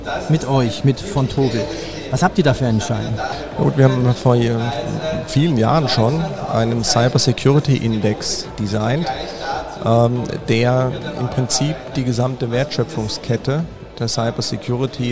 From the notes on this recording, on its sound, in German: Live von der Gewinnmesse. Hier haben wir im 30-Minutentakt die Top-Manager der wichtigsten Unternehmen Österreichs getroffen und an Börsenradio Mikrofon geholt.